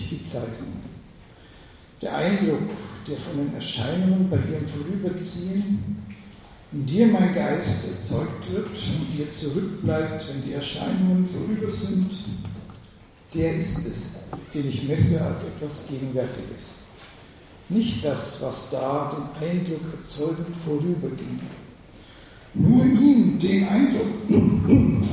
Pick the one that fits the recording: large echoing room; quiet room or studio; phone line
large echoing room